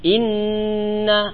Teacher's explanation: Suara ditekan. In ditekan, ditahan. In dua harokat dan berdengung.